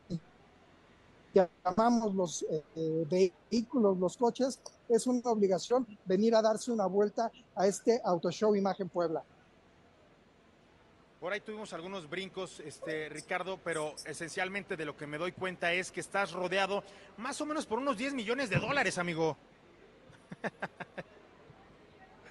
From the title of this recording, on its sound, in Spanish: En vivo desde el Auto Show Imagen Puebla 2023